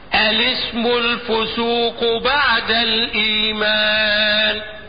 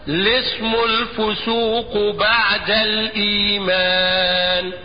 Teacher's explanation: الاعتداد بالعارض وهو الحركة، فاطرح همزة الوصل وابدأ بلام متحركة · Shown in: second take · هكذا، الاسم الفسوق بعد الايمان.